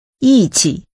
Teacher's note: The tones are falling and neutral.